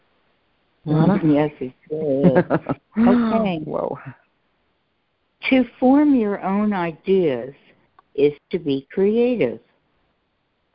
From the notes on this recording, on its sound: CONF CALL. Students are joining together on a Free Conference Call.